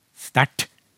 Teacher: Eh, så her skjer det to ting. Én lyd forsvinner eller blir endra, og så slår retroflekteringen til